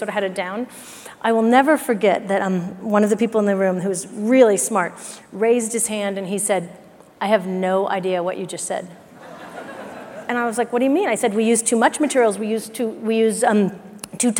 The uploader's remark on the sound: The best of live interviews from GreenBiz events.